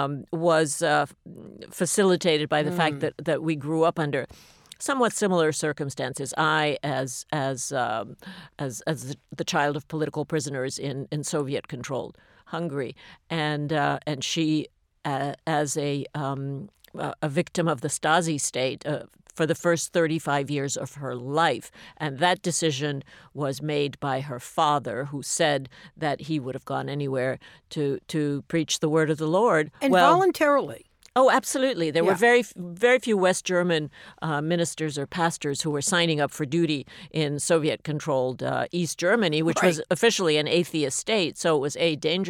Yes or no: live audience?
no